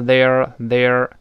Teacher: They're 要连在一块儿不要读 theyare，连在一块儿 they're– they're– T H 还要吐舌啊。